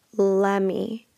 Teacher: We say lemme. So we're taking let and me, we're gluing them together. We remove that T sound and it becomes lemme